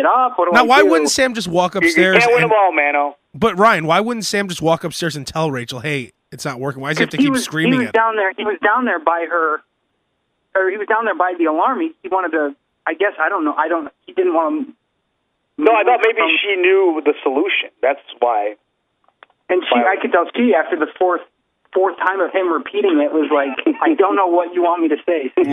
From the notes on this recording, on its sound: Long drive phone conversations